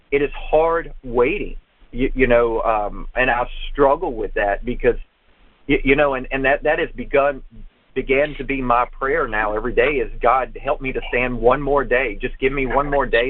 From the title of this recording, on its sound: June 22, 2017 Conference Call